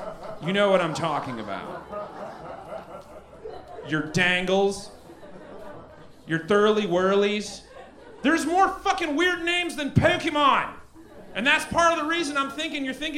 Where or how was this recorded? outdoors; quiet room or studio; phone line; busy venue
busy venue